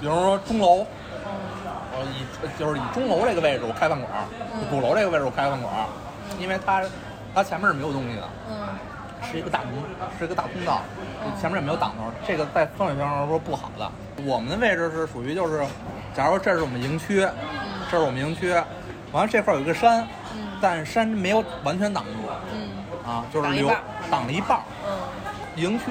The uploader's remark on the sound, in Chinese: 这期节目是在餐厅录制的，底噪比较大，望大家海涵。